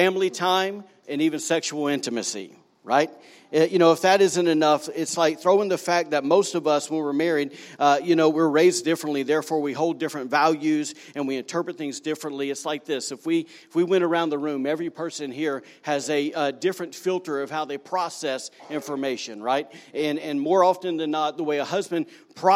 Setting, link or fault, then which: setting, large echoing room